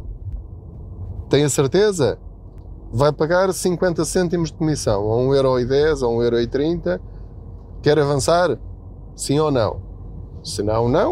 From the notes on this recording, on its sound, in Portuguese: Não ligue aos barulhos da viagem.